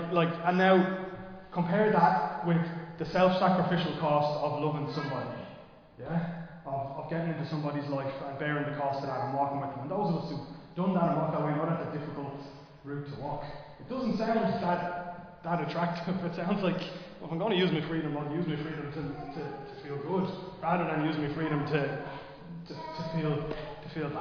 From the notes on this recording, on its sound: Recorded live in Liberty Church on 21 May 2023